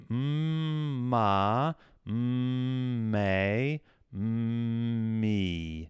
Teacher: But I really want you to focus on the hum part of it, because that's going to really lift that sound and feel that buzzing in the lips and even up in the nose when you're doing that mmm